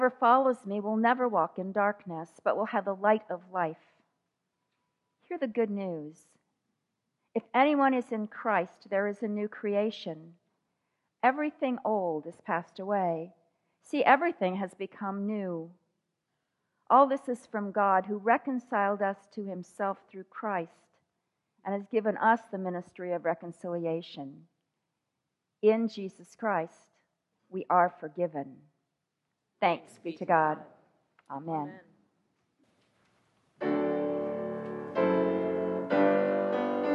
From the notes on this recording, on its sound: Walking in The Light is a podcast of the Sunday morning worship service at Laguna Presbyterian Church.